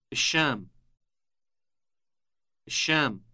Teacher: Note the elongated initial sh sound.